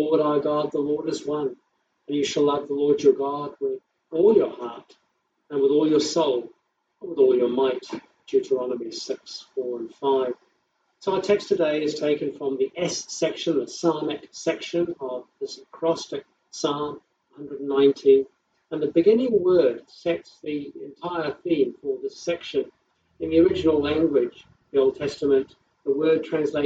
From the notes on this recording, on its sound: Service live streamed from home during lockdown. Audio recorded from livestream - quality not as good as normal.